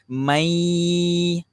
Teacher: sebab nun ni ada dengung dia khaisum, dia keluar daripada hidung.